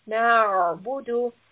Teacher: ayn, when you recite, should have a strangulation almost of the throat. You should feel that your throat is almost tight when you recite.